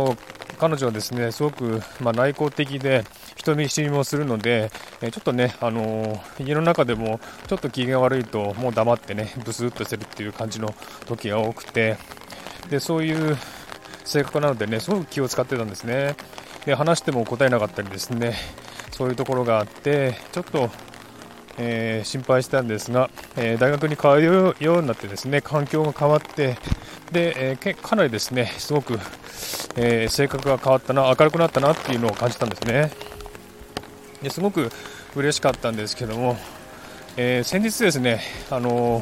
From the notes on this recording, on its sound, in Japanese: 雨の中を歩きながら、傘の雨の音をバックに。この配信の最後は、しばらく雨の音をお楽しみください。